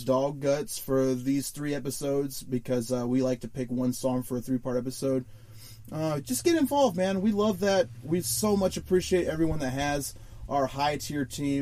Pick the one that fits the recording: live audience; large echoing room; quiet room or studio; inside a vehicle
inside a vehicle